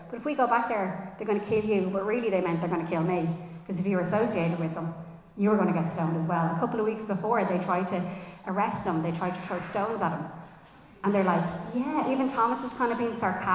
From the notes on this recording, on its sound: Recorded live in Liberty Church on 12 November 2023